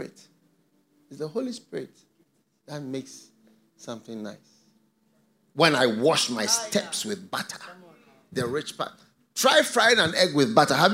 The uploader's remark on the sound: Preached at the FLOW Church Service.